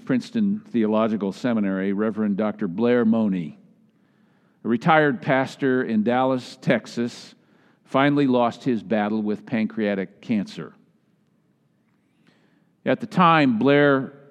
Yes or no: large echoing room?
yes